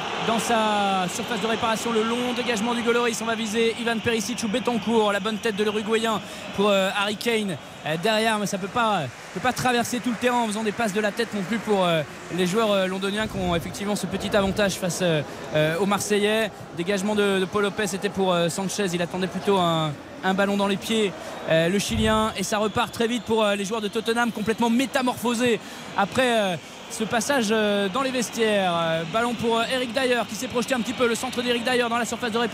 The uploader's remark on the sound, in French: en direct du stade Vélodrome